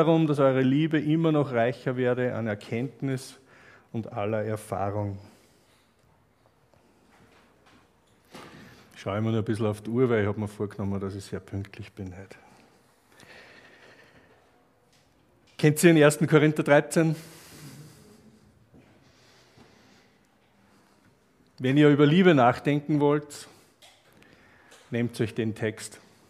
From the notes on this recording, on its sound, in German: Aufnahme einer Freizeit von 2017.